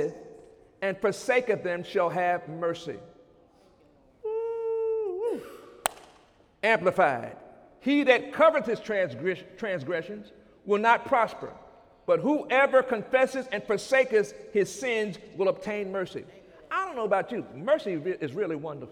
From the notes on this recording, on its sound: During Sunday morning service on June 4, 2017